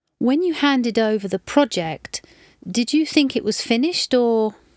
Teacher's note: the word or is used with a rising tone and voice tailing off